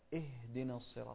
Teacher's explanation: نسكن الهاء بدون قلقلة للهاء